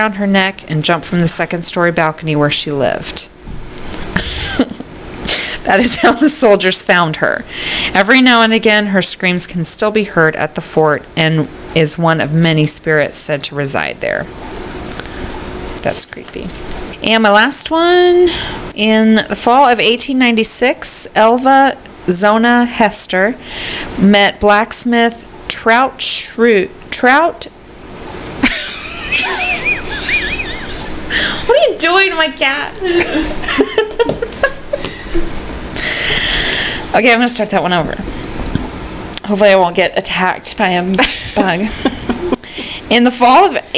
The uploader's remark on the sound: sorry for the feedback in the recording